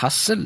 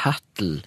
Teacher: ordet hassel det blir uttalt hattel i sørvestnorske dialekter · Shown in: second take · Det er SL som da har utvikla seg til TL.